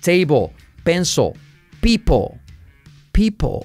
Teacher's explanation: La L casi no se escucha, es como que se deja caer